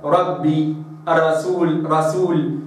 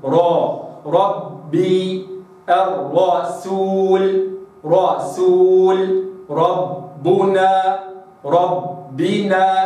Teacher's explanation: لابد أن أراعي دائما تفخيم الراء في كلمة ربي وكلمة الرسول حيثما جاءت في القرآن · Shown in: second take